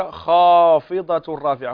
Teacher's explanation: هنا خاء تفخيم هنا من الدرجة الأولى